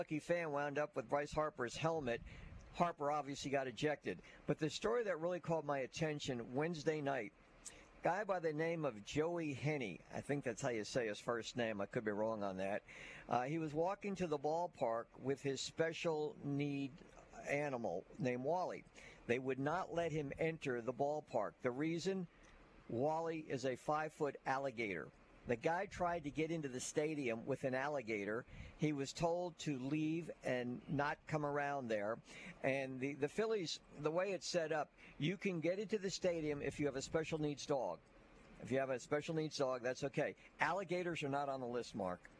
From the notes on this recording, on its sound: High School Gameday at St. Michael. LIVE at SMCHS!